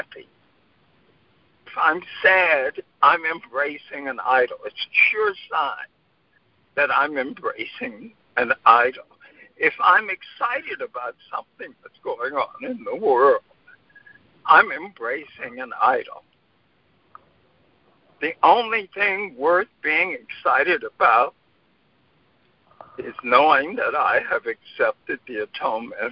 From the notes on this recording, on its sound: ACIM Daily TEXT Conference Call